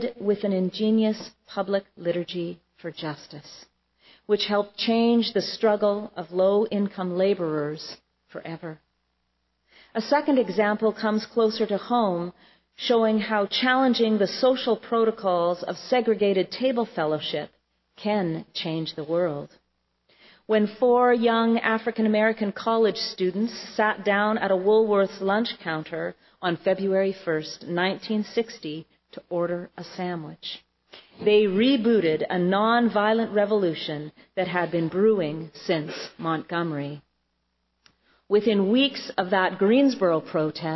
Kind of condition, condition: setting, large echoing room